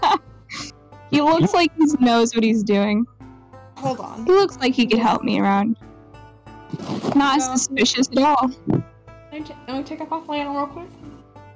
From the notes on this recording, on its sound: apologies for the audio mishaps.